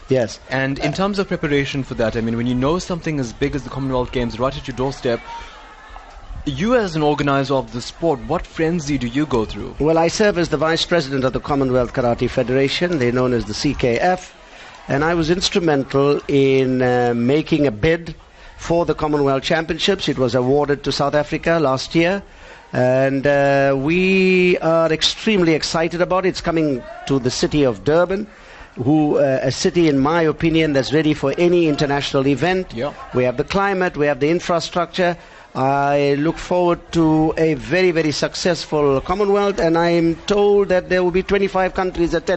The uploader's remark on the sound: NewsbreaK Talk LIVE from the SA Karate 2017 Nationals.